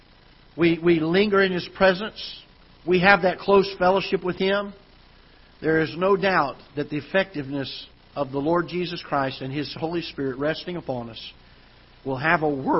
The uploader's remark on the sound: Ketha Heights Baptist Church ~ Live Broadcast.